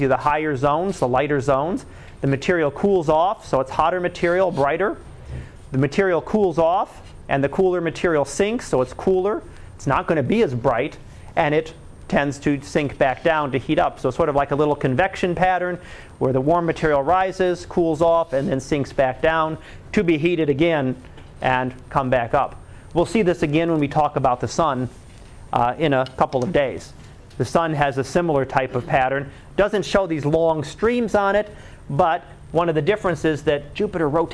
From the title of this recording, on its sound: Live Class Lecture